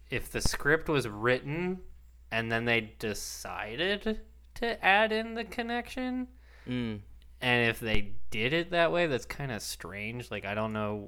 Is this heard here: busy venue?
no